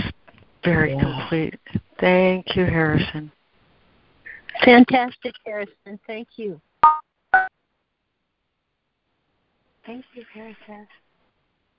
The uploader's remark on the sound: ACIM Daily Conference Call